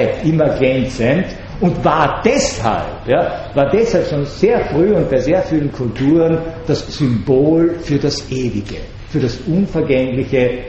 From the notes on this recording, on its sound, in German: Gehalten am 14.06.2012 an der Universität Wien. Diese Vorlesung wurde von Studierenden der Uni Wien aufgenommen.